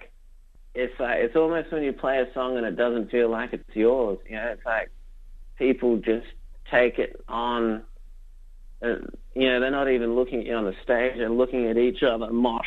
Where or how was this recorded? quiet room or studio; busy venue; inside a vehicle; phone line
phone line